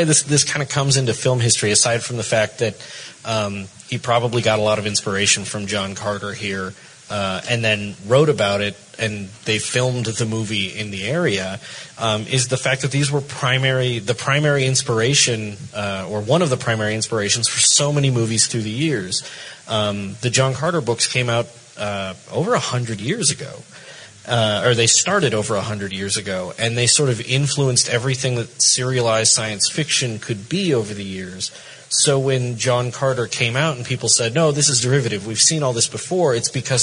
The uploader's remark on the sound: Live From FanX